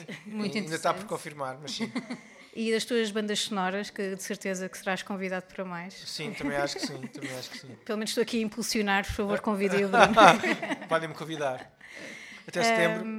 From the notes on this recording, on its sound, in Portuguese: … Ao Vivo na Chasing Rabbits